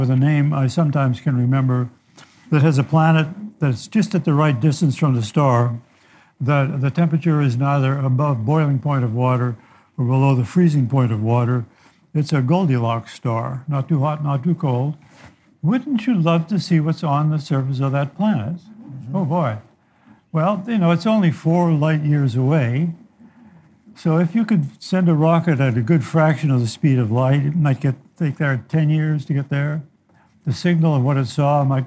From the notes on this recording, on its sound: take questions from our live audience